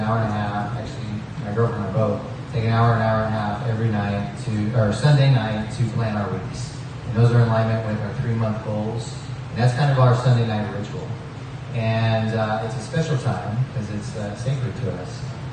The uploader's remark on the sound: Productivity Panel for Lifestyle Design at FreedomXFest 2018. It is a festival where 400 location independent entrepreneurs hang out in the Pyrenees mountains of Spain for a week. We recorded the productivity panel and decided to make it into a podcast. The volume is a little low, it was raining really hard outside at the time.